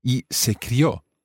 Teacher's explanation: We do stress the syllable, crió.